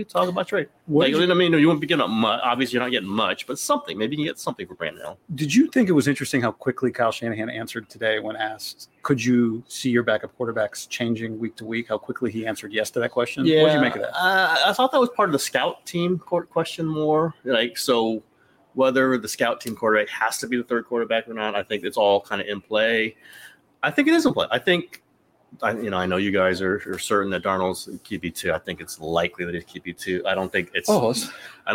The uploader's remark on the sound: doing a live stream on Tuesday at Levi's Stadium